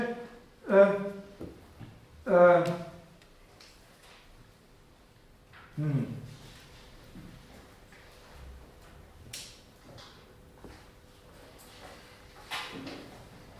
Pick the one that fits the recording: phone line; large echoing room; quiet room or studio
large echoing room